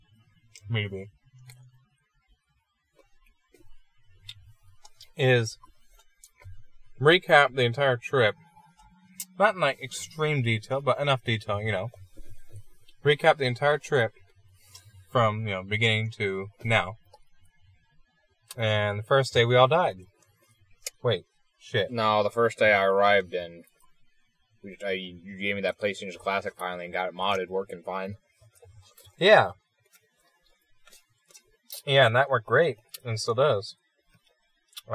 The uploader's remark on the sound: We went a bit crazy with this one and recorded in person, inside a car... It would have came out a bit better if the laptop's crazy loud fan didnt kick on.